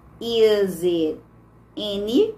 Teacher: Quando a gente uniu it com n, o t vai ficar com som de r.